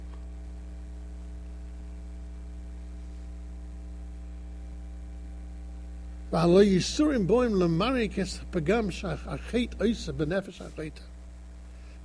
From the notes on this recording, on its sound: Shiur recorded in Yeshivas Ohr Reuven, Monsey, NY.